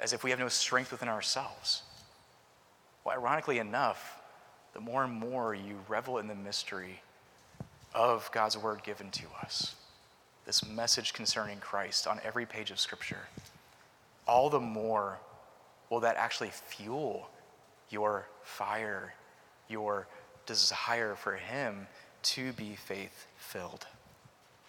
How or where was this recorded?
large echoing room